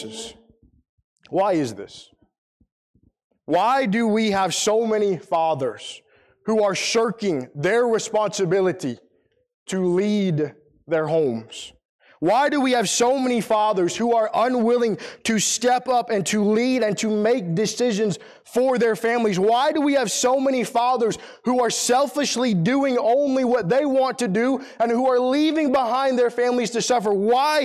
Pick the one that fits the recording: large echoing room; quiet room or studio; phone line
large echoing room